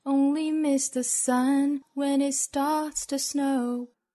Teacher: 中间的这个 sun 的位置呢升调调子升上来一点点